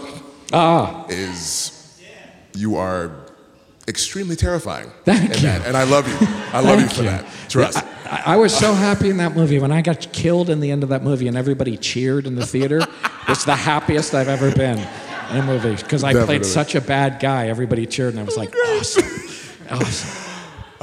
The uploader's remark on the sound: Recorded live at the Murmrr Theater in Brooklyn, NY. Studio audience jumps in on the action with their burning questions.